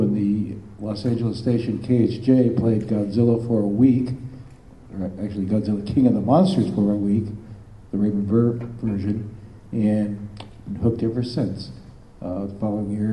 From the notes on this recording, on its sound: Tapes before a live studio audience.. By studio I mean convention crowd. Stan Lee’s Comikaze in Los Angeles California.